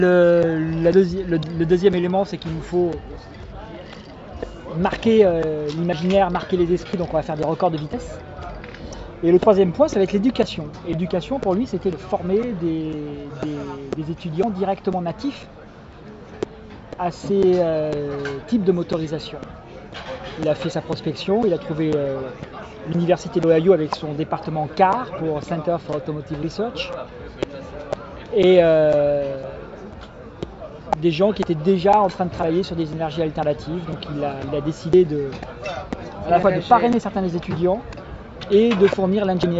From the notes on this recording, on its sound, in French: Enregistrée à Monaco, le 26/09/2016 lors de la Présentation du Team Venturi pour la saison FIA en Formule Electrique Series.